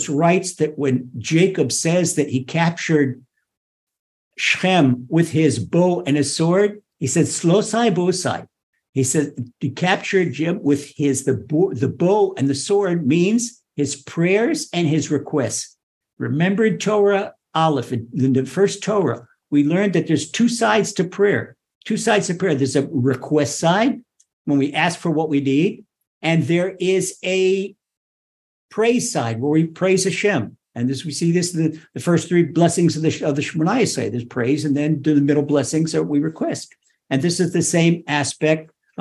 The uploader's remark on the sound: Recorded via TORCHzoom